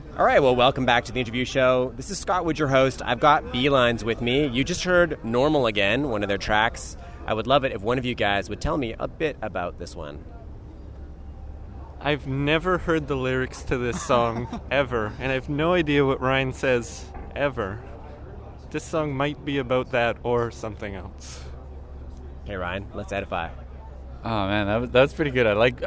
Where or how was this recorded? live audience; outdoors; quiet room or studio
outdoors